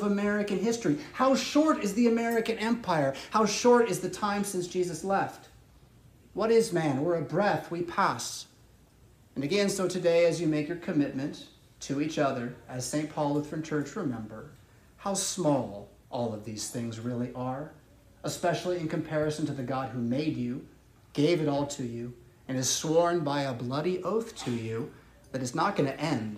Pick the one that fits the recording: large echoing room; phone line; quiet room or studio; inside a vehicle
large echoing room